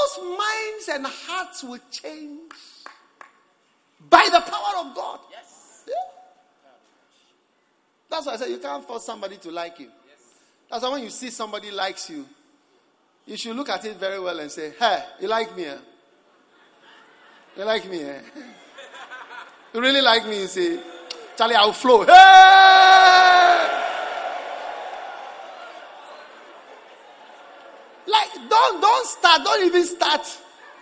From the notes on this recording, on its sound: Preached at the Prophetic Encounter Service.